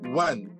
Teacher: ele vai terminar mais no som do N do que no do E